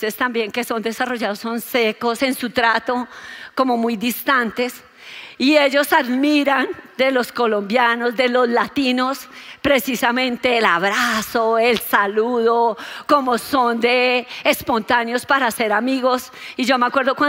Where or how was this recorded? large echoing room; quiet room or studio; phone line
large echoing room